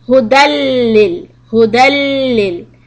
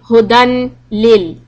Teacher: I cannot say hudan anymore. The noon sound has to go away. It will be going into lam. · Shown in: first take · Term: idgham